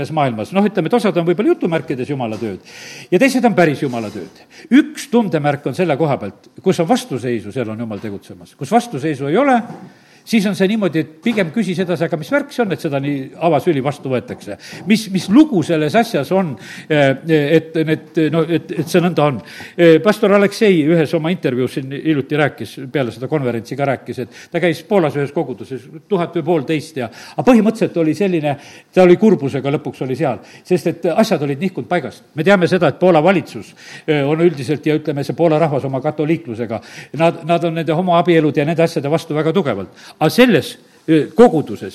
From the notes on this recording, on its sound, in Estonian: Audio salvestus koosolekult